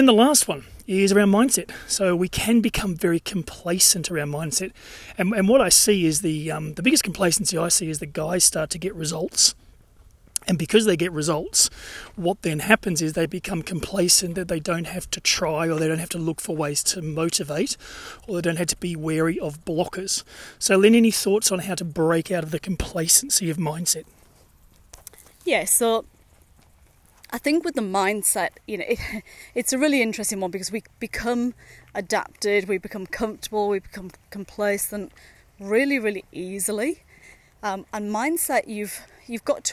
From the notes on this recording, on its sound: Dad bod walking is a series of short podcasts recorded during daily walks.